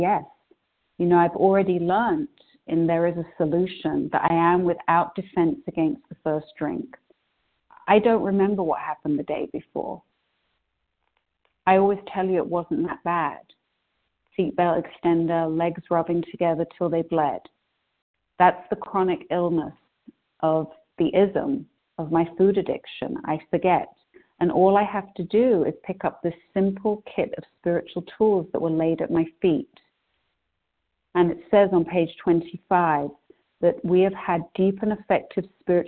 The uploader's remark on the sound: 100 Pounders Phone Meeting on 12/8/20